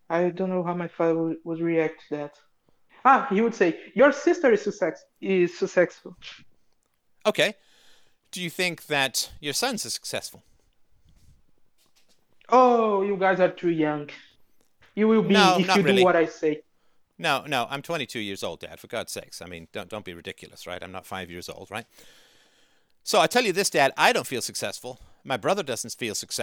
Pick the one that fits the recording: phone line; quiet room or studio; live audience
phone line